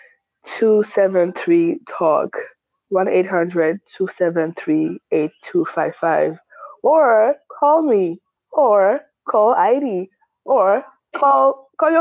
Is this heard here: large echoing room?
no